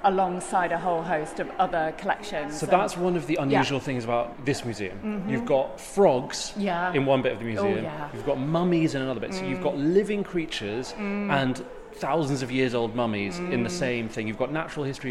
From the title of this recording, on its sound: Live from Manchester Museum